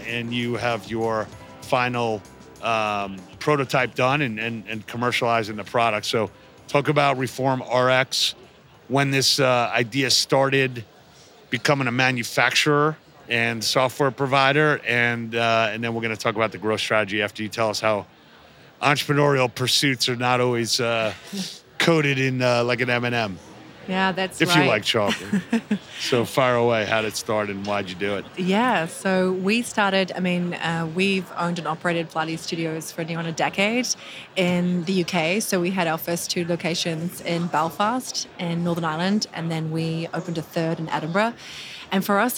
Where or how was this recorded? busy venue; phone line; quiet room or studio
busy venue